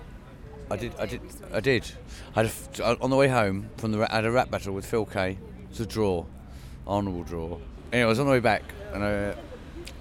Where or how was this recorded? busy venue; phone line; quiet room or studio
busy venue